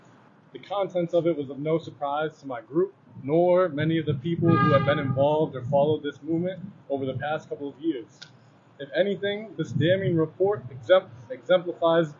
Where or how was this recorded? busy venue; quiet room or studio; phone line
busy venue